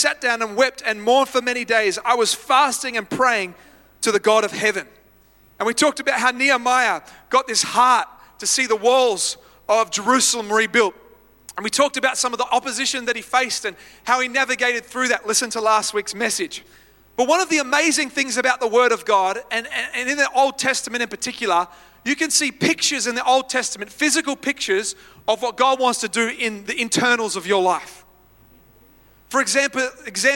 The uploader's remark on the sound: live at Freshwater Church on Sunday the 15th of October, 2023